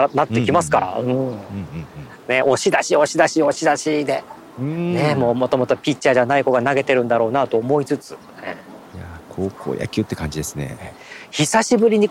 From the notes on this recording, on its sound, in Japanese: 高校野球の地方大会の会場から、高校野球の実況後に収録予定。高校野球の熱気が伝わるかもしれません。